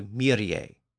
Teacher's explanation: the word is given three distinct notes, so that suggests that it was intended to be sung as three syllables, not two